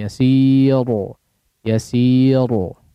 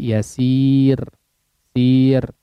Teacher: Yasir ya, tipis, ro-nya dibaca tipis ya · Shown in: second take · memang secara bobot, secara penulisan dia omah ya, yasirun, tapi kondisi ketika dibaca adalah sukun ya.